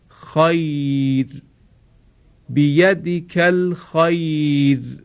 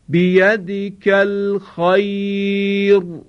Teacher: را ساکن هست، حرف قبل از آن یای ساکن آمده باشد، اینجا را ترقیق می شود · Shown in: first take